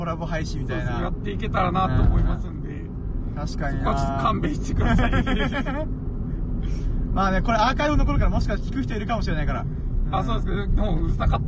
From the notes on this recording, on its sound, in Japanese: ダラダラドライブトーク。コラボ収録。